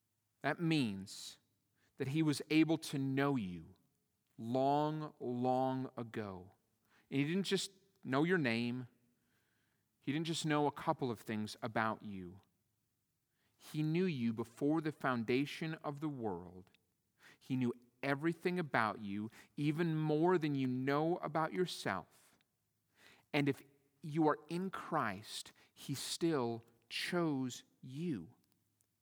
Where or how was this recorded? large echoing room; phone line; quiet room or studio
large echoing room